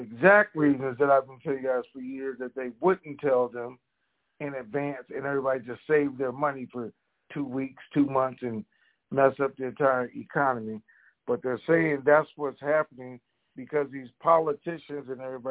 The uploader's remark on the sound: TNTSuperfantastic Conference Call.